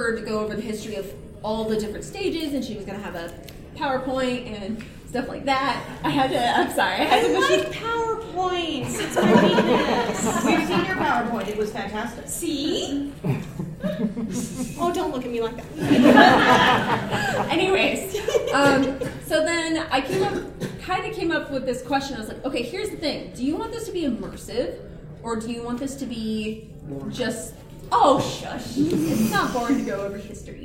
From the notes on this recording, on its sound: Wild Wild West Con 11 Panel Origins of A.S.G.A.R.D. Ballroom I+J at Casino Del Sol.